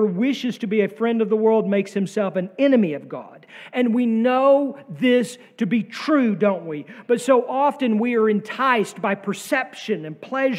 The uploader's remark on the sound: sermon from our worship service on May 7, 2023